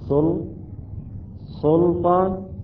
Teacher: البعض يقرأ السين قريبة إلى الصاد، واللام يفخمها لكون أتت بعد اللام أتى حرف الطاء، وهو من حروف الاستعلاء وحروف الإطباق، يعني فيه صفة الإطباق وصفة الاستعلاء، يعني يجب أن يفخم.